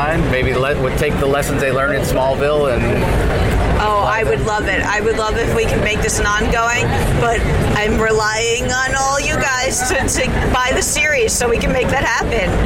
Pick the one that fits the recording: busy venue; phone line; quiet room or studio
busy venue